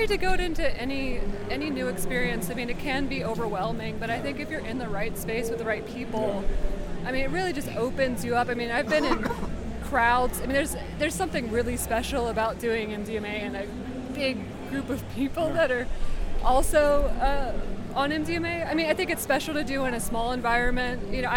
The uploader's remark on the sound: These interviews were recorded at the historic Psychedelic Science 2023 conference in Denver